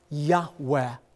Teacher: his covenant name, Yod-Heh-Vav-Heh, oftentimes pronounced reverently, a very breathy Yahweh